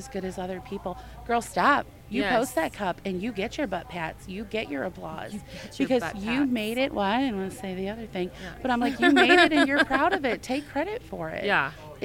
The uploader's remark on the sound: This is the first in a series of podcasts that we recorded this summer at Glittercon in New Orleans.